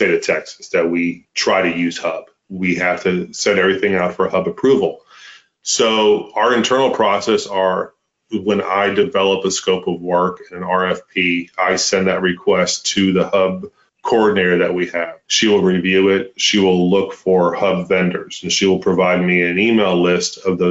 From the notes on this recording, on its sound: We’re bringing you a recorded webinar featuring the story of UT Health San Antonio, a leading research university in South Texas.